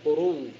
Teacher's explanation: قرو واو مشددة مع مراعاة الإتيان بالرخاوة الخاصة بالواو والتشديد الواقع على الواو، تجمع بين الأمرين الرخاوة أو التوسط، معناتها التوسط في التوسط